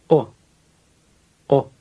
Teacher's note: Word number 4 has the letter O in it. It's not a long English O, but rather sounds much shorter